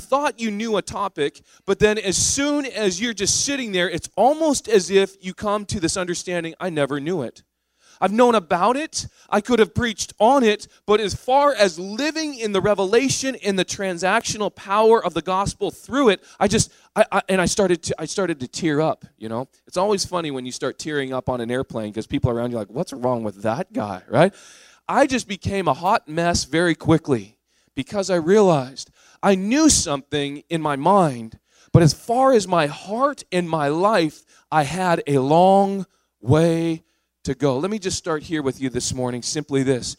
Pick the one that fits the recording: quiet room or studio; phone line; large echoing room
large echoing room